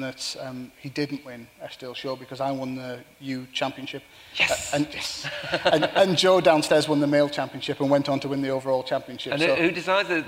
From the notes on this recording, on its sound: live at The Tabernacle